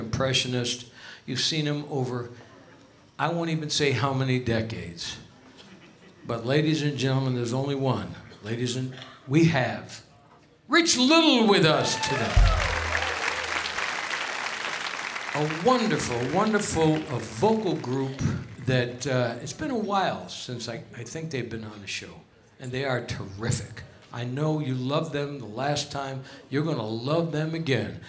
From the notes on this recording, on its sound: Live at the SouthPoint Casino